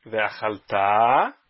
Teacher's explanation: ve'achaltá, oxítona, ve'savata, paroxítona, uverachtá, oxítona de novo, e não paroxítona, como muitas pessoas, infelizmente, falam de forma equivocada.